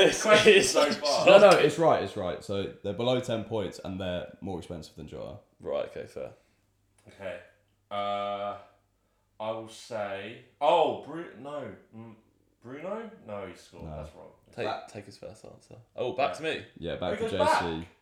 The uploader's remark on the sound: NEW MICROPHONES (bare with us as we get used to them lol)